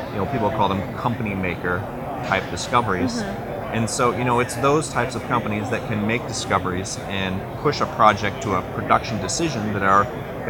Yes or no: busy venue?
yes